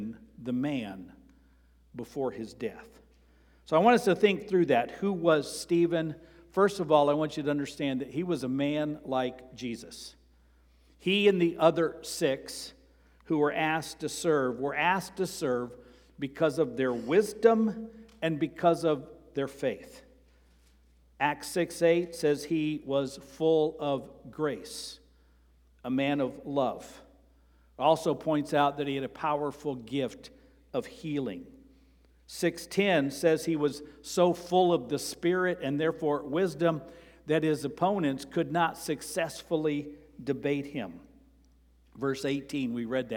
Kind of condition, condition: setting, large echoing room